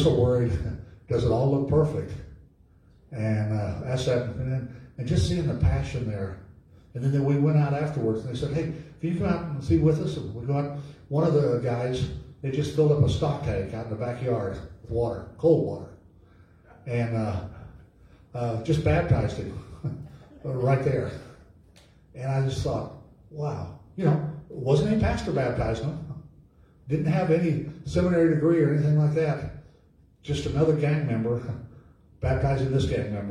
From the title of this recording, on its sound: LIVE from Calvary